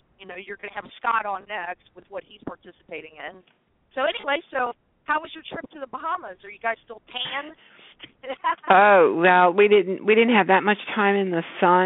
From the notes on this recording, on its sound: Join us as we open up the phone lines where our callers decide the topics for discussion.